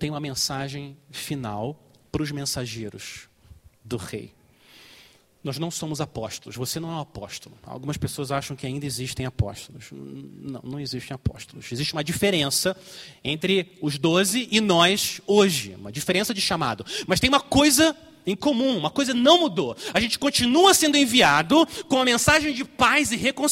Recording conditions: large echoing room